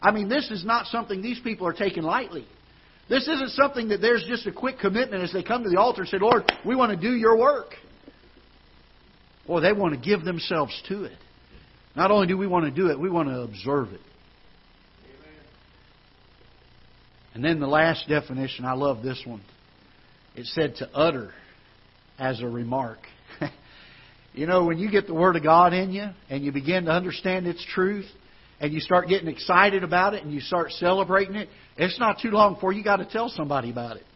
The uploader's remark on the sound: Ketha Heights Baptist Church ~ Live Broadcast